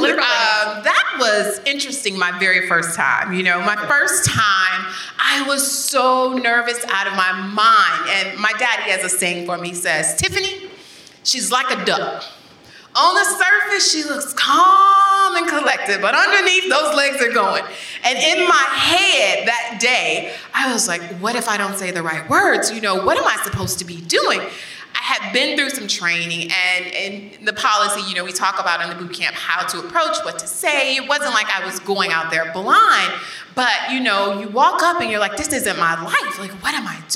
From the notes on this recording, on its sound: in Princeton, New Jersey at the Bead Foundation Summit